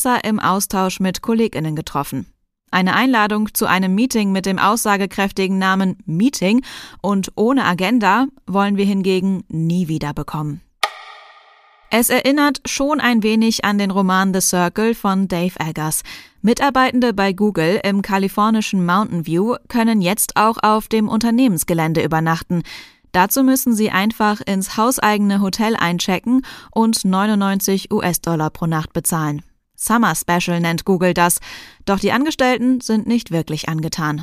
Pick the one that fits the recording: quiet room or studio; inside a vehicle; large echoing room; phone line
quiet room or studio